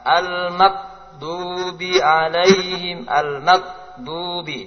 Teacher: Berikutnya mengganti wain dengan qaf.